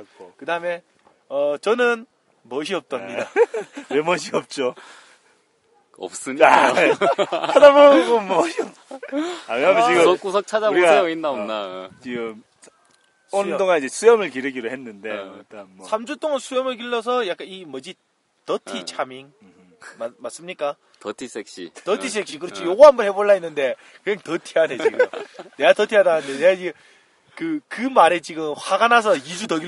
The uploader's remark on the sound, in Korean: 이번 방송은 네팔 히말라야의 오스트레일리안캠프에서 녹음기로 녹음되었습니다.